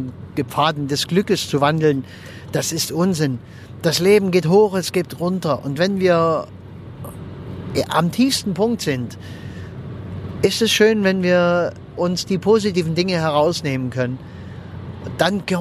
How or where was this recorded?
inside a vehicle